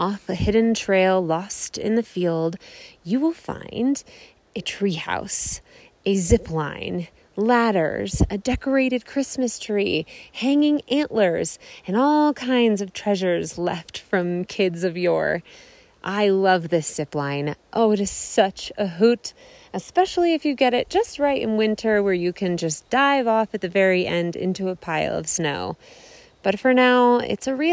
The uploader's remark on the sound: This is a little audio & photo tour of some of my favorite magical moments in this high-alpine valley, all below 11,000 feet.